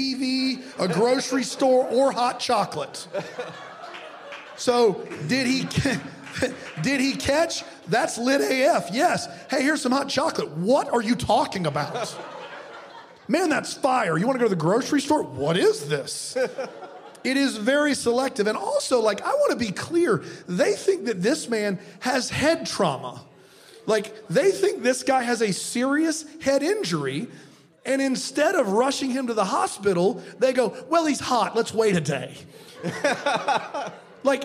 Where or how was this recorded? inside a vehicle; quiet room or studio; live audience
live audience